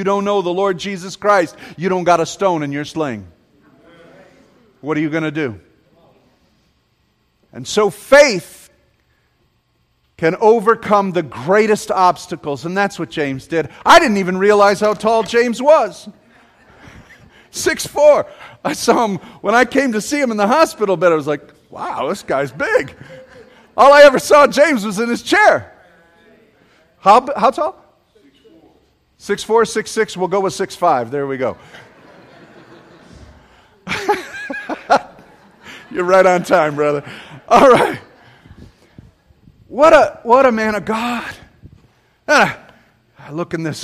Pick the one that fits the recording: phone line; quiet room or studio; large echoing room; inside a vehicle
large echoing room